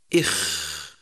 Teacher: يخرج حرف الخاء من أدنى الحلق أي أوله مما يلي الفم، لاحظ إخ، وهو من الحروف الحلقية نسبة إلى الحلق.